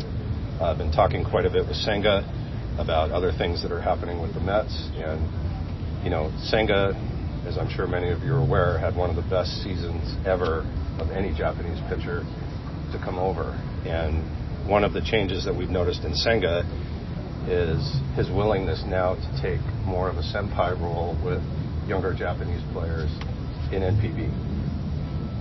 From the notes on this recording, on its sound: Live from the GM Meetings.